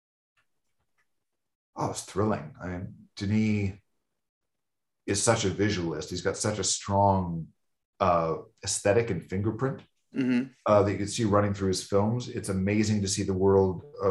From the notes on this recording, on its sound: Shot via Zoom, March 2022